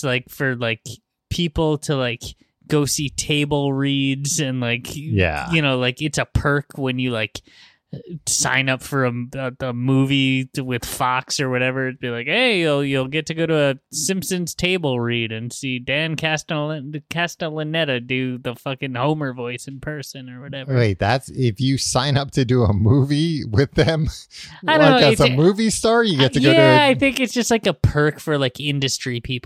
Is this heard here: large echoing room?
no